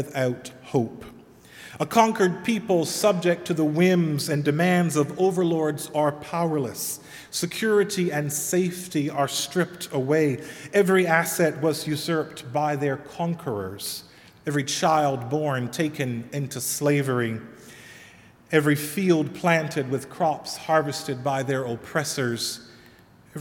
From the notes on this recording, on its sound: Sermon delivered at All Saints Kingsway